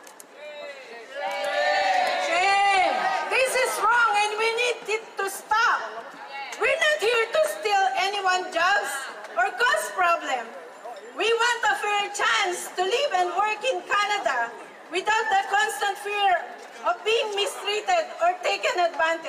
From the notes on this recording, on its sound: Out on the streets of Toronto covering live events. 'STATUS FOR ALL PROTEST'.